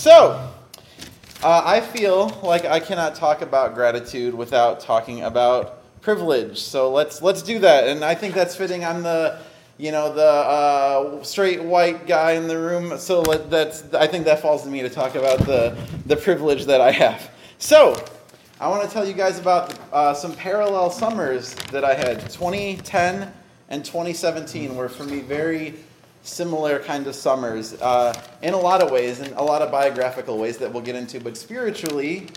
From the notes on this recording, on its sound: Recorded at another Chicago storytelling show, All of the Feels, a monthly storytelling event based on feelings.